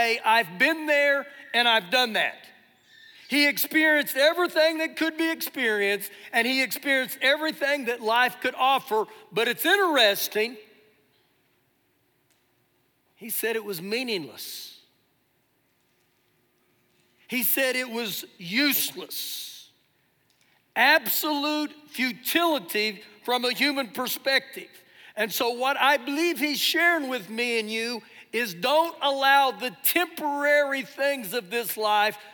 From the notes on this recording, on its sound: Recorded live during our Sunday morning service